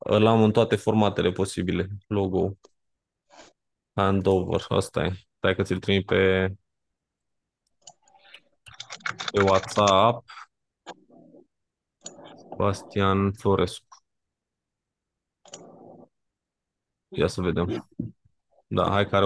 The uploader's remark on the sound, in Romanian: Conferinta Zoom Saptamanala EcomSchool.